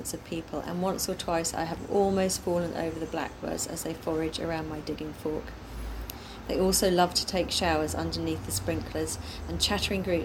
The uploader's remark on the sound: Some of which can be heard in the background as her talk was recorded in the garden.